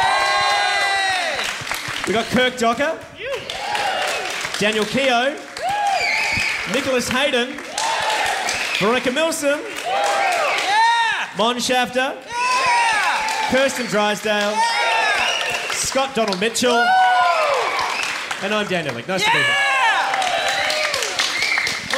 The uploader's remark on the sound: This is the audio from the Hungry Beast 10 year reunion show that we put on a couple of months ago.